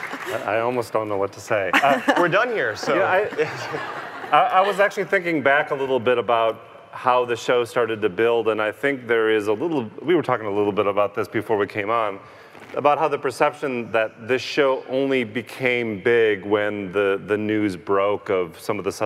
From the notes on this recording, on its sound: Live from CrimeCon 2018